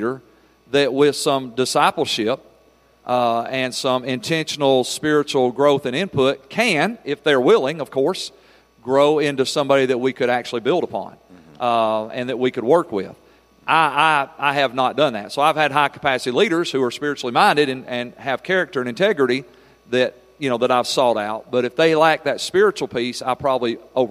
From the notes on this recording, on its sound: Every February, pastors and leaders from around the country gather together at our leadership conference for dynamic teaching, powerful worship, impartation, ministry, and covenant relationships. Here’s one of the recordings from our 2023 Leadership Conference.